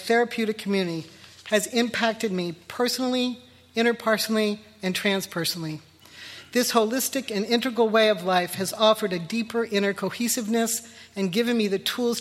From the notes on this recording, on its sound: Sunstone Session. Recorded live July 29, 2023.